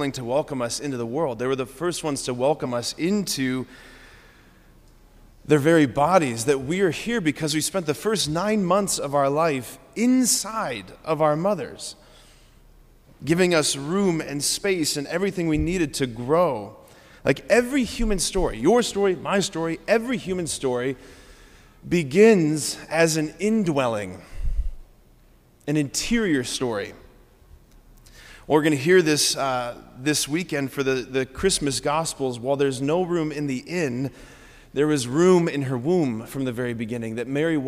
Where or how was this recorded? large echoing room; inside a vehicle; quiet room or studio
large echoing room